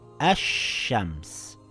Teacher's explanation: It appears to read al shams. We silent the lam and add a shadda on the sheen, the sun letter. Now it reads ash shams and not al shams.